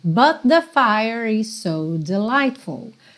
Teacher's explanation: but com the, você já junta num som só.